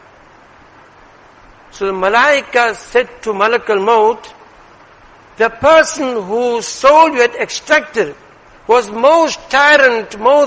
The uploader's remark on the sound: Jumuah lecture